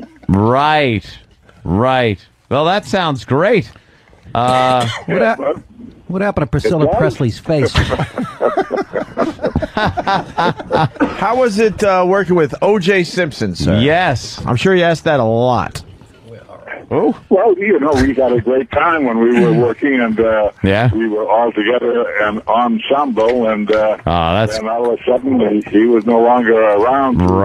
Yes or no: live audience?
no